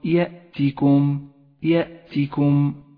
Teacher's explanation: واحذر من إشباع كسرة حرف التاء حتى لا تصير ياء، فتقول هكذا يأتيكم، هذا خطأ شائع، والصواب يأتيكم، يأتيكم.